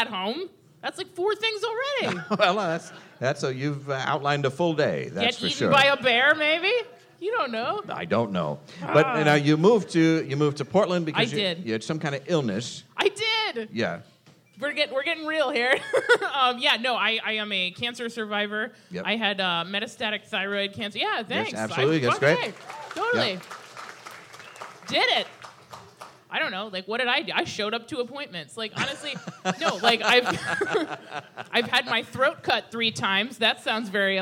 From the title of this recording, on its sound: Live from SF Sketchfest